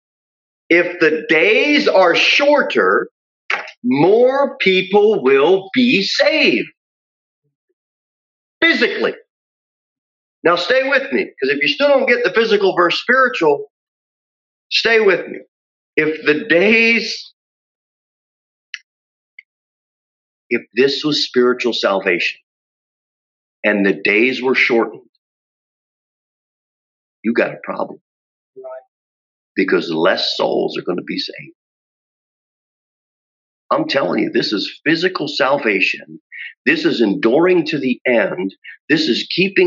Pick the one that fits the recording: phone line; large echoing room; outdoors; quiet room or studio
large echoing room